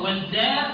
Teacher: والدار الآخرة، والدار، ما تقولش والدار، والدار. طب احنا فخرنا الدال ليه؟ عشان بعدها الراء